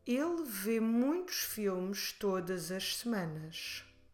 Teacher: It's important that we run todas as together instead of saying them apart, instead of saying todas as, which is not wrong, but it's not normally how people speak.